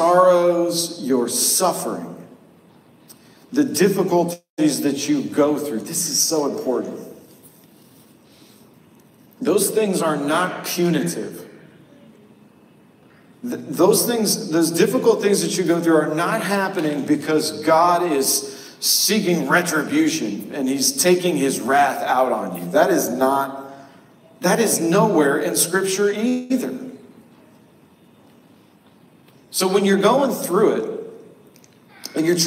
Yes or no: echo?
yes